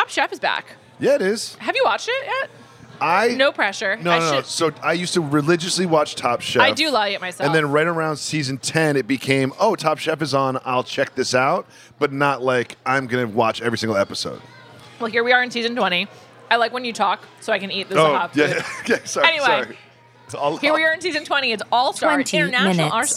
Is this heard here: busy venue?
yes